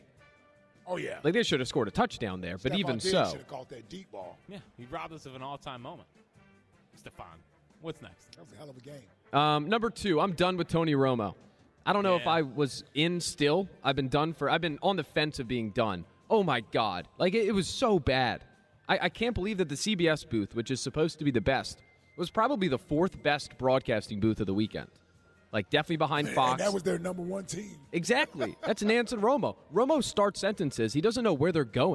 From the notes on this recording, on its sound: live from Chickies in South Philly